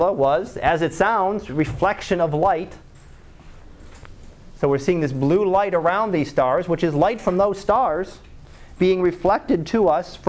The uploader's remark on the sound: Live Class Lecture.